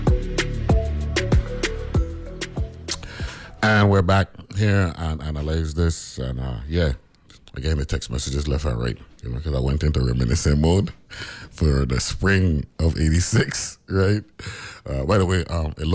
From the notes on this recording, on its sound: talks on the phone